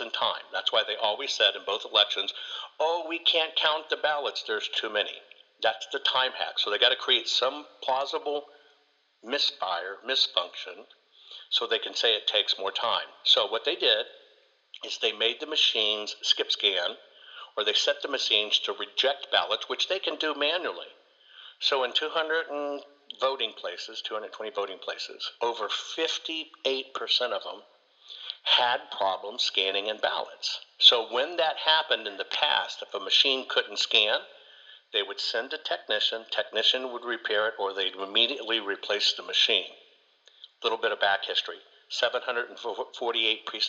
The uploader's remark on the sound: joins me on this call